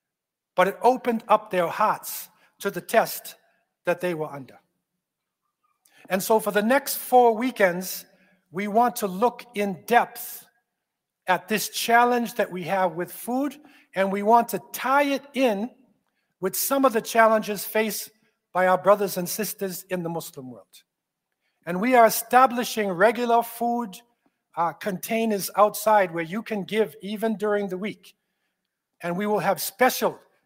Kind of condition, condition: setting, large echoing room